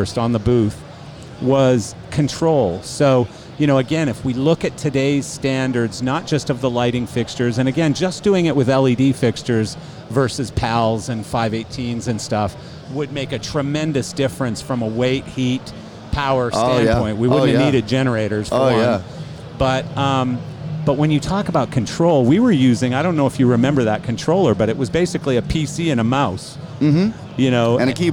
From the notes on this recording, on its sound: This episode was recorded live on Martin's booth at LDI 2019!